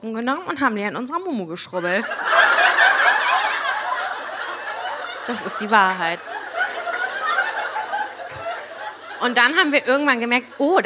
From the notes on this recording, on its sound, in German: LIVE in FFM. Das alles gibts in adeligster Gesellschaft und mit atmosphärischen Lachern aus dem Publikum.